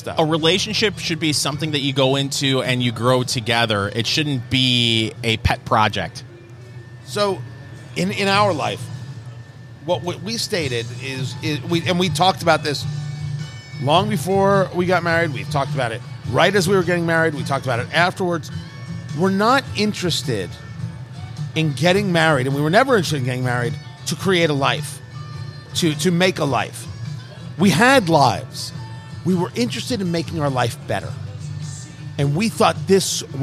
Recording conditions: busy venue